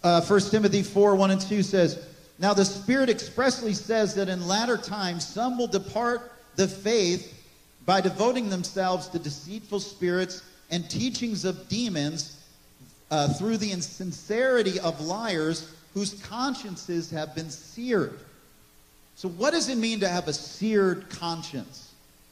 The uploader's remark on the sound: This message was recorded on April 23, 2023, at Gateway Church in Richmond, Indiana.